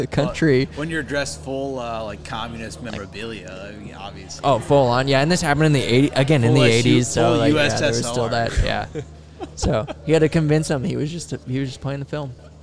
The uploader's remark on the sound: While recording at Big Hair Brewhaus in Hartington, Nebraska.